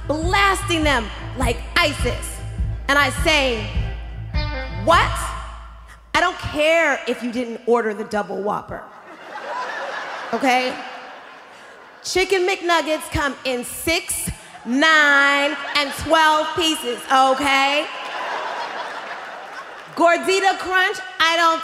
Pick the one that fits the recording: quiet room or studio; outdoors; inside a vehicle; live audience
live audience